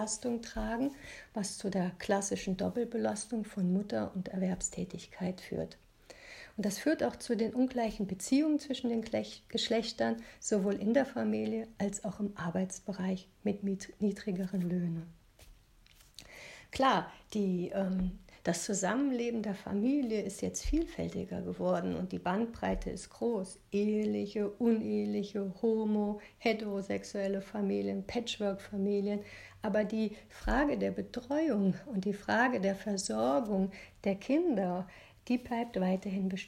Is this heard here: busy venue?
no